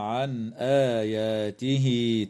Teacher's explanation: بينما تظهر النون عند الهمزة في قوله تعالى عن آياته